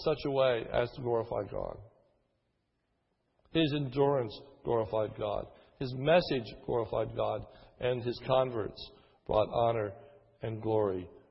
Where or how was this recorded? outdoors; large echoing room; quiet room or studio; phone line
large echoing room